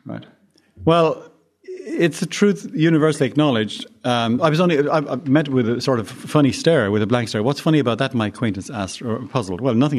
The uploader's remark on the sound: Presented at the Austrian Economics Research Conference. Recorded 22 March 2013 at the Ludwig von Mises Institute in Auburn, Alabama.